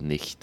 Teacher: And then the voiceless one, now that's sort of like a cat hiss. So you've got that sound right at the front on your hard palate